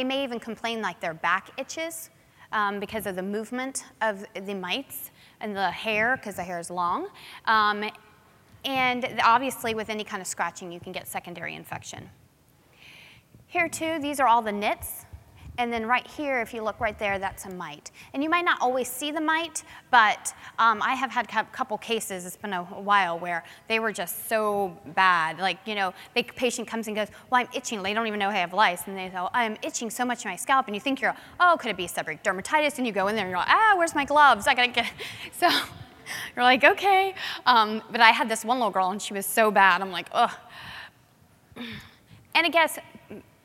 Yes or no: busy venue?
yes